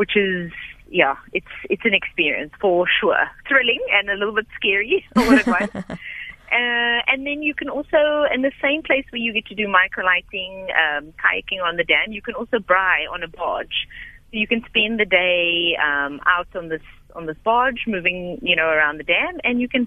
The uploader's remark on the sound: GUEST (Phone)